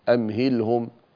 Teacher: أمهلهم تظهر إظهارا شفويا وليس فيه غنة زائدة